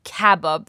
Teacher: The emphasis is on the first syllable.